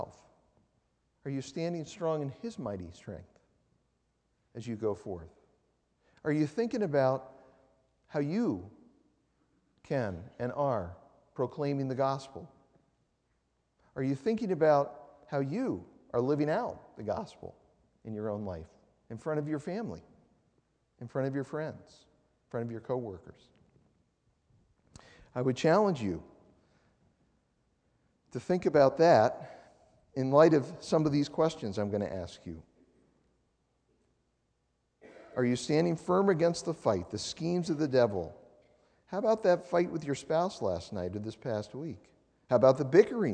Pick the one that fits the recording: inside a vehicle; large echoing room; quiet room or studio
large echoing room